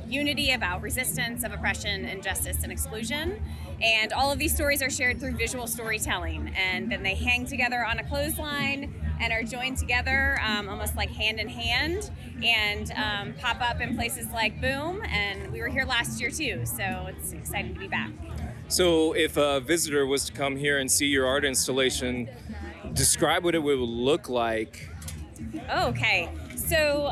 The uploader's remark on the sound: We did spend some time at BOOM Festival and Open Streets 704 in Plaza Midwood. We were able to talk to some of the faces in the crowd.